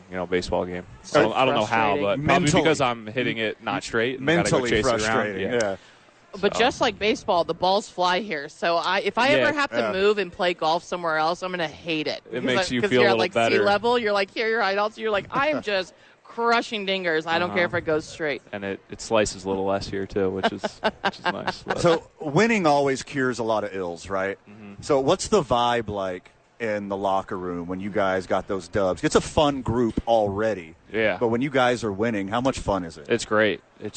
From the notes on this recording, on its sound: live from Isotope Park